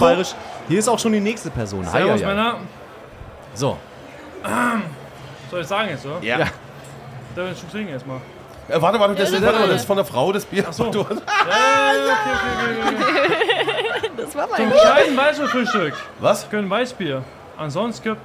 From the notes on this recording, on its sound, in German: Live vom Oktoberfest. 10 Hörer*innen waren exklusiv & live bei der Podcastaufnahme auf dem Oktoberfest dabei und sind Teil der Folge.